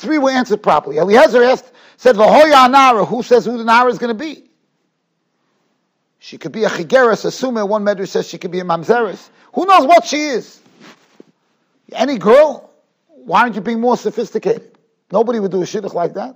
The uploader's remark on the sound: Shiur recorded in Yeshivas Ohr Reuven, Monsey, NY.